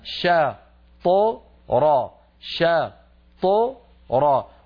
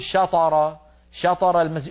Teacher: مفتوحة شا ط را، أما الشين المفتوحة فتخرج بفتح الفم شا، وأما الطاء الساكنة التي بعدها فتخرج مقلقلة من غير فتح للفم · Shown in: first take · شا ط، وبعدها الراء مفتوحة تخرج بفتح الفم را، إذن شا